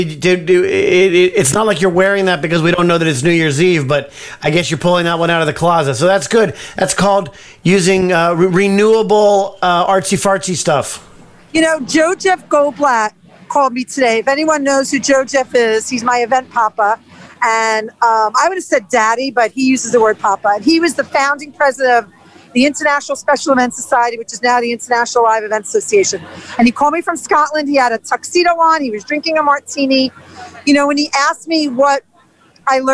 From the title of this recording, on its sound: LIVE from TIMES SQUARE, NEW YEARS EVE